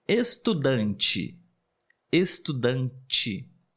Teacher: É como se tivesse mais uma letrinha ali, o som do J, do CH, mas na verdade é somente T e E